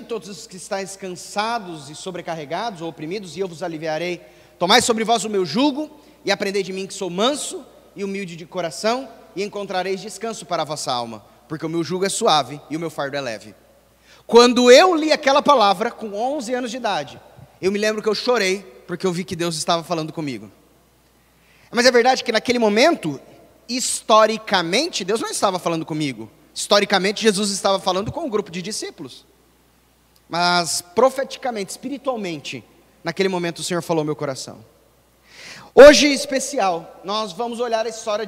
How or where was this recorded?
large echoing room